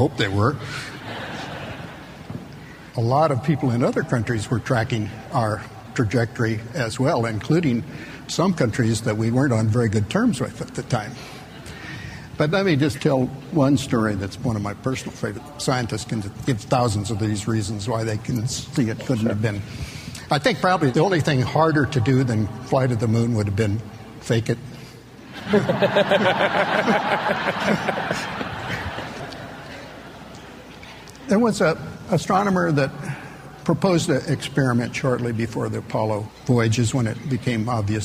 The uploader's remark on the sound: a live recording from a 2002 Buffini & Company MasterMind Summit